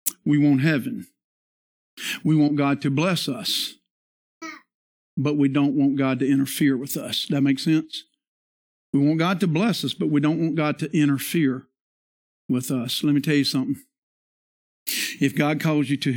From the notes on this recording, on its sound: This is the sermon from our Worship Service on Christmas Day 2022.